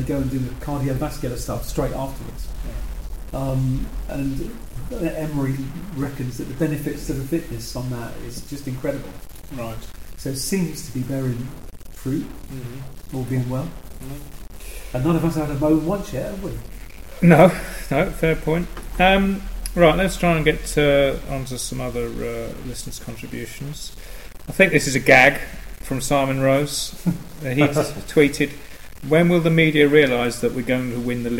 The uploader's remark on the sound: apologies for the background noise which is due to an issue with our recording equipment.